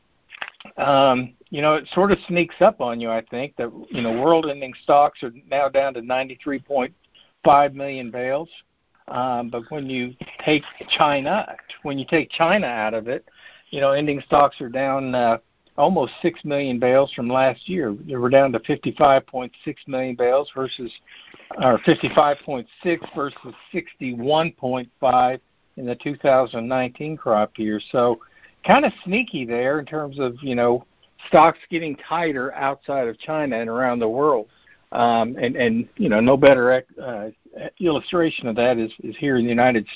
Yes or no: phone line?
yes